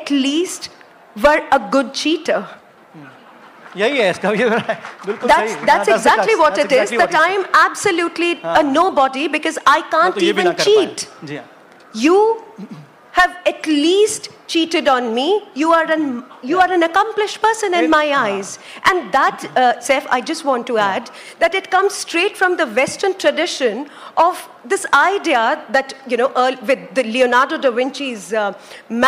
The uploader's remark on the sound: A live session from #JaipurLitFest2020.